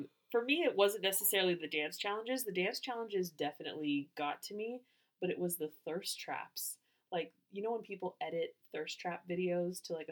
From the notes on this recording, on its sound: Our audio was recorded weird so our audio quality is not the best.